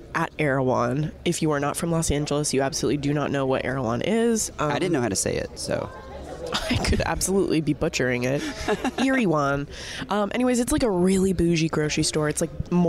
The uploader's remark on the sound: LIVE from the 2022 NFL Scouting Combine in Indianapolis right in the middle of all the action